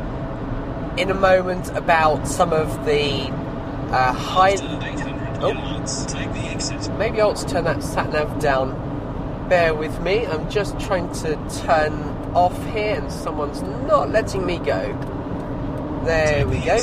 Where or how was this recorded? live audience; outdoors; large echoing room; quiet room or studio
outdoors